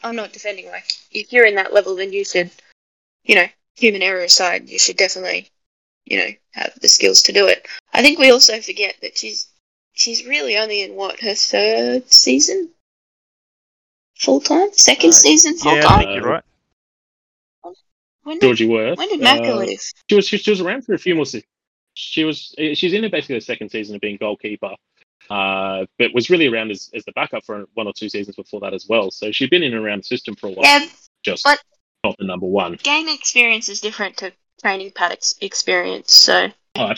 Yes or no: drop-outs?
yes